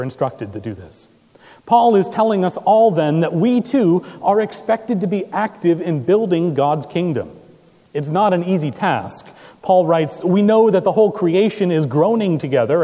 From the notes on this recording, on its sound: Recorded September 10, 2017 at Trinity Presbyterian Church in Bixby, Okla.